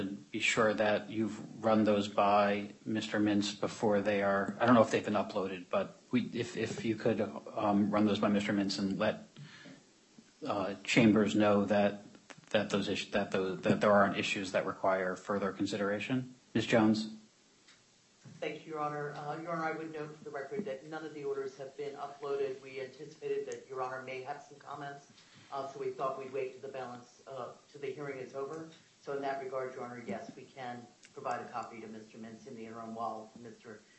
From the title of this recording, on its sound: U.S. bankruptcy court hearing audio